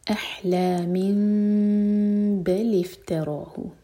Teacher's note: میم کو ہولڈ کیا جائے گا لیکن ہوٹ کو ٹائٹ نہیں بند کریں گے